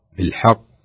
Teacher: المرتبة عندما تكون الحرف الأخير، عندما يكون الحرف متطرف مثل الحق، وخاصة حرف القاف حرف استعلاء قوي، فتحتاج إلى أنها تكون أعلى وأقوى · Term: القلقلة